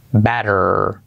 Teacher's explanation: T como R suave